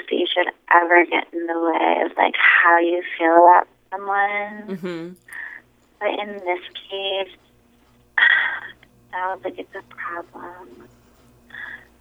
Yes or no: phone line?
yes